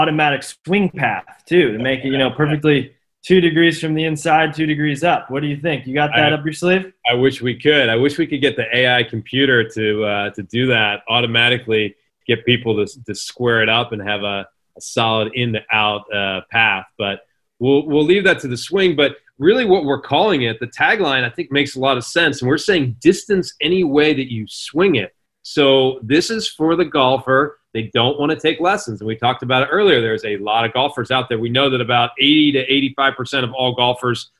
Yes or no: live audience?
no